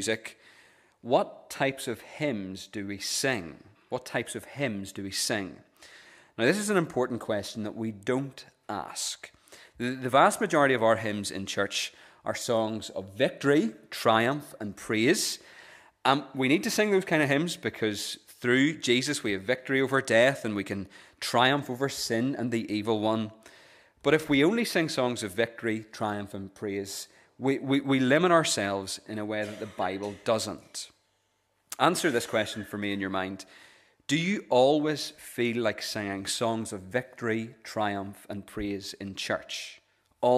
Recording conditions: large echoing room